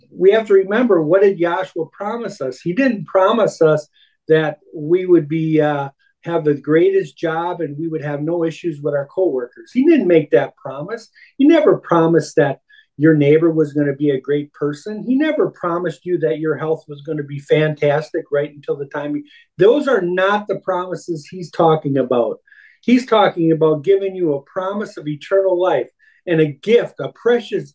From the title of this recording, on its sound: Oceanside Zoom Class